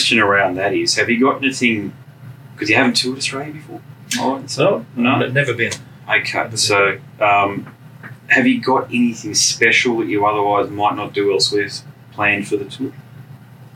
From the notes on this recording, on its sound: The conversation was recorded aboard the 70000 Tons of Metal 2024 cruise.